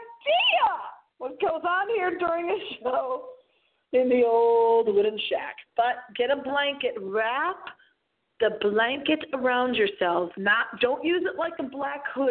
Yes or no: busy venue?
no